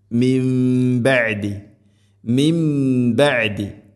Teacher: സാക്കിന നൂന് ശേഷം ബ, ഇഖ്ലാബ് എന്നാണ് പറയുക. നൂനിനെ മീമാക്കി മാറ്റണം.